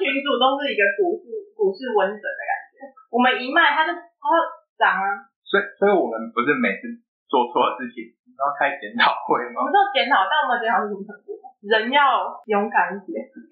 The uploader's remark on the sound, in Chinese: 我豬腦導致收音不太好。已經努力修復了。